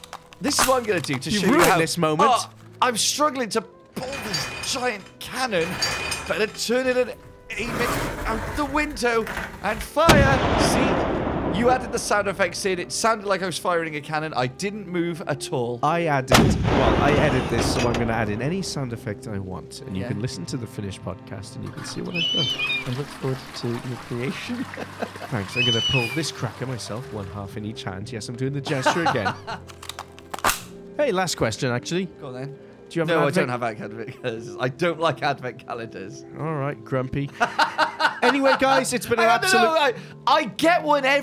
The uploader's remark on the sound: while waiting for their festival meals to arrive at Kensington’s, a swanky restaurant located somewhere in the UK